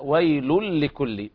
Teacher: إدغام بغير غنة، فمن يقرأ من طريق الشاطبية والدرة لا يغن في اللام، ويل لكل يعني إدغام بغير غنة، ويل لكل، بخلاف من يقرأ من طيبة النشر فبعض القراء يقرأ بالإدغام مع الغنة ويل لكل.